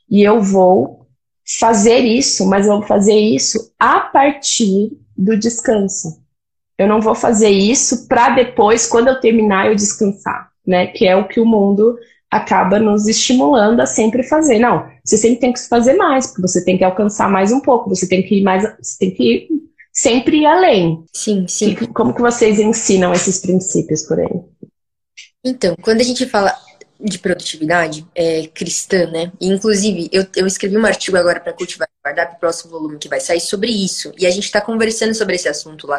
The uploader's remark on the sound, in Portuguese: uma live no seu Instagram regada a café